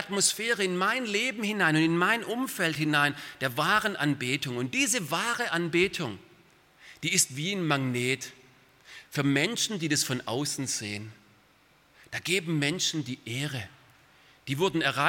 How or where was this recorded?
large echoing room